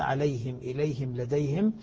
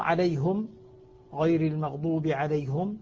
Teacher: عليهم إليهم لديهم عند الإمام حمزة من كلا الروايتين عنه من خلف وخلاد بضم الهاء في حالة الوقف والوصل